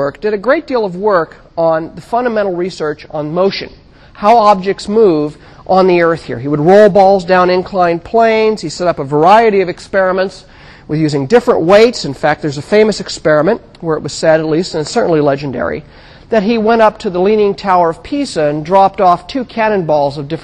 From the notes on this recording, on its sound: Recorded 2007 Oct 15 in 1000 McPherson Lab on the Columbus campus of The Ohio State University.